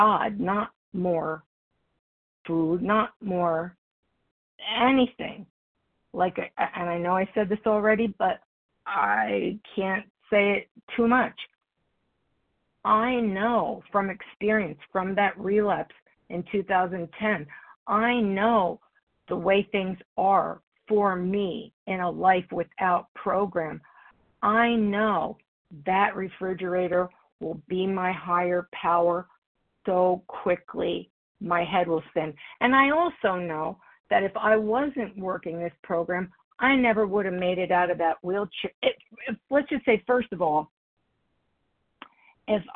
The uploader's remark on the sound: The 100 Pounders Phone Meeting.